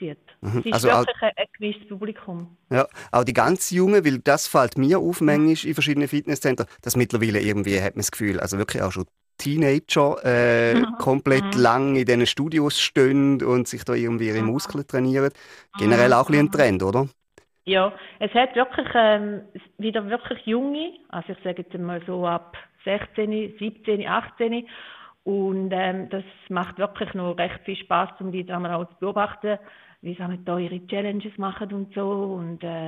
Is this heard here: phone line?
yes